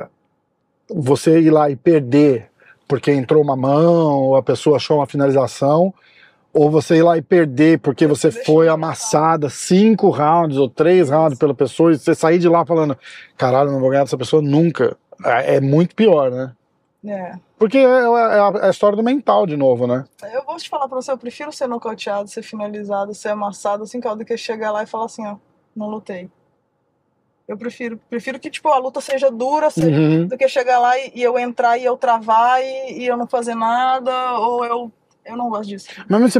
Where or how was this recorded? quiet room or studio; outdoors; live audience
outdoors